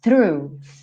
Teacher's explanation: E só lembrando de começar com o som do ffff, linguinha lá nos dentes da frente, porque a gente tem TH. E volta com essa língua já fazendo R.